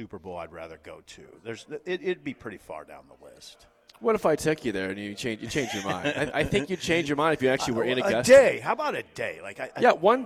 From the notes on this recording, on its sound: LIVE from Double Eagle Golf on West O Street. LIVE REMOTE for the first time in 7 years, and the place is packed.